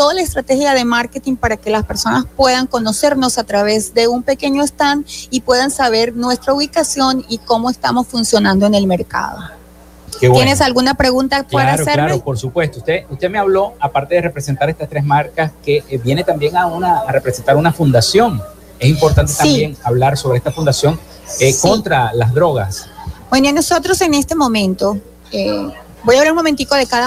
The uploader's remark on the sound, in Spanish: Continuamos nuestra transmisión en vivo y directo desde la ExpoZulia en el hotel Tibisay del Lago en el marco de la feria de Chinita en Maracaibo.